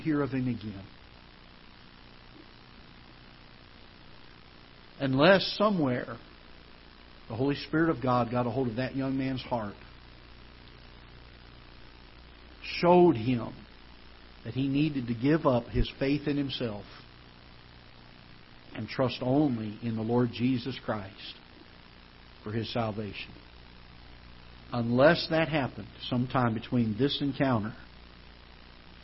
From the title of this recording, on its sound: Ketha Heights Baptist Church ~ Live Broadcast